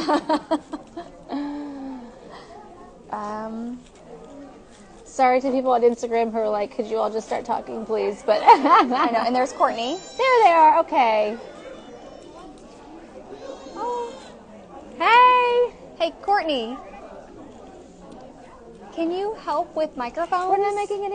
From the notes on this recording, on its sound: LIVE at Postpartum Support International’s Climb Out. Coming to you LIVE from Postpartum Support International’s Climb Out of the Darkness event in Kansas City, MO. We had a bit of a tech issue up top. Did I mention we were LIVE?